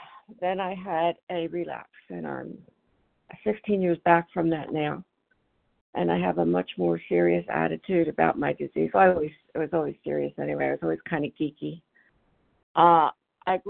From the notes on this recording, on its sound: 100 Pounders Phone Meeting